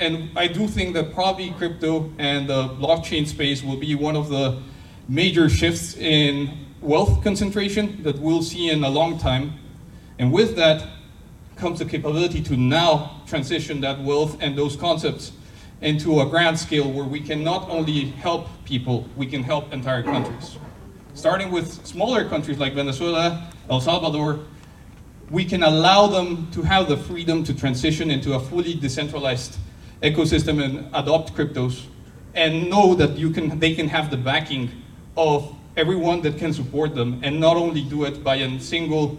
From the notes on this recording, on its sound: Pitch Night at NFT Connect - Austin TX. Open Mic.